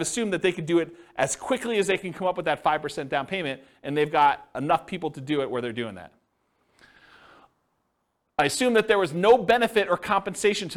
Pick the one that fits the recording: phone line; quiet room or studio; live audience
live audience